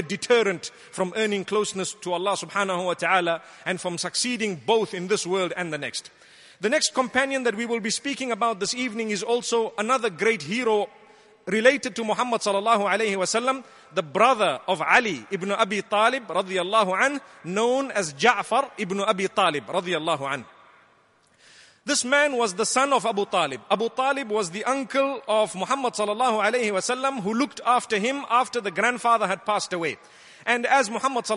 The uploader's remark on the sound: Delivered at Tuanku Mizan Zainal Abidin Musjid